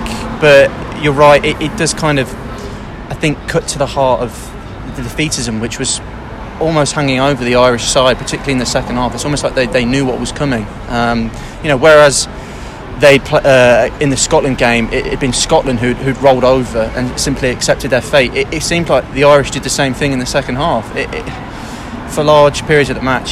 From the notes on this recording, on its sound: on the streets of Shinjuku